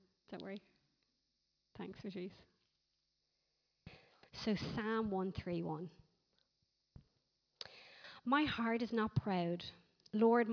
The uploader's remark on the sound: Recorded live at Liberty Church on 31st March 2019